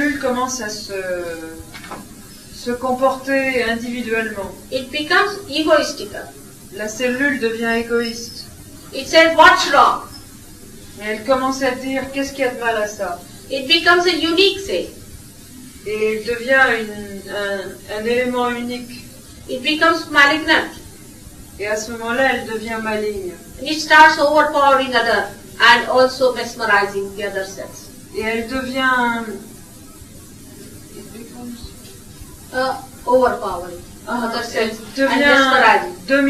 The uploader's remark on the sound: At a Sahaja Yoga public program in Nice, France. With French translation.